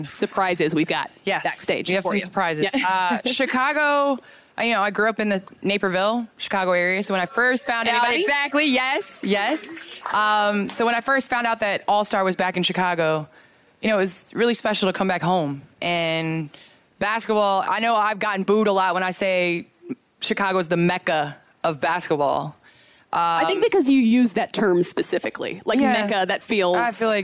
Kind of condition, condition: setting, busy venue